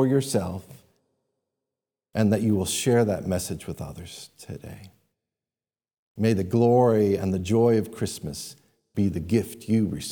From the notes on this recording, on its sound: These sermons are taken live from our Sunday morning church services.